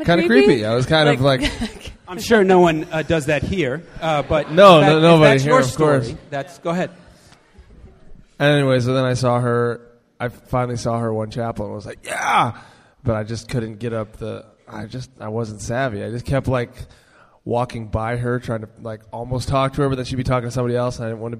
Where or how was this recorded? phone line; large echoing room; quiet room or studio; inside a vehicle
large echoing room